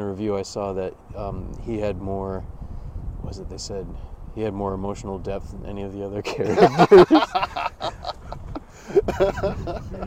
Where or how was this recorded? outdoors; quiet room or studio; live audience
outdoors